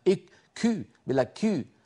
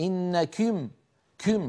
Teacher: النفس المتدفق زائد عن اللزوم بالنسبة للكاف العربية